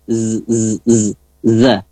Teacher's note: huruf za ya, lidahnya di belakang gigi